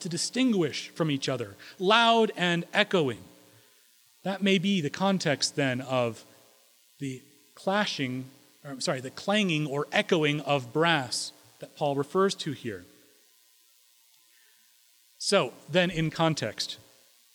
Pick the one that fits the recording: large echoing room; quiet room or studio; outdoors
large echoing room